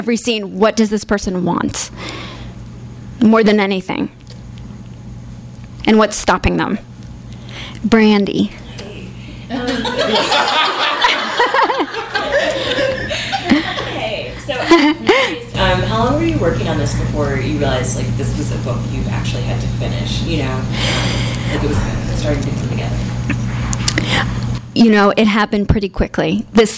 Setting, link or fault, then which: setting, live audience